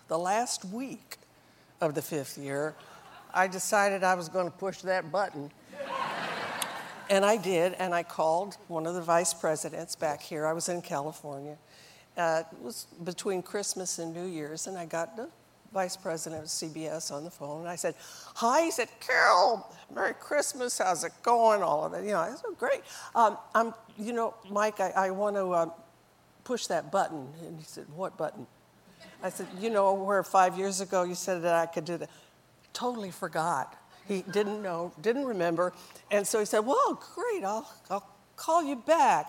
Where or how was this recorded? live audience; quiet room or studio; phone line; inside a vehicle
live audience